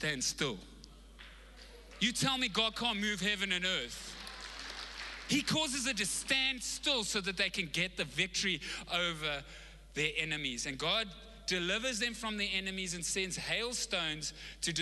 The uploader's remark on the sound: Recorded live on Sunday the 3rd October 2021